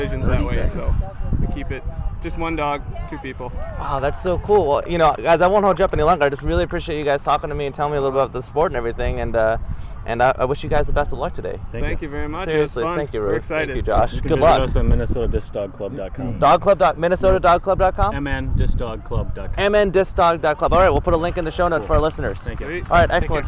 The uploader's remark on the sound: The Skyhoundz World Canine Disc Championship soundseeing tour! Join us as we bring you the sounds of the competition, interviews with competitors and play-by-play of selected routines. Listening to the announcer.